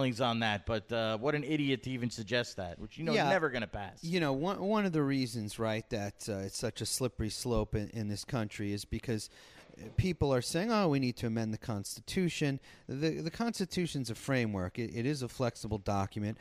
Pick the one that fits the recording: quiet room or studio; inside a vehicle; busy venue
busy venue